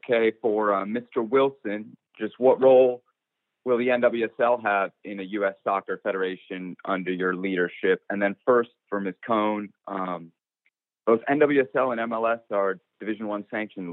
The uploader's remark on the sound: US Soccer Conference Call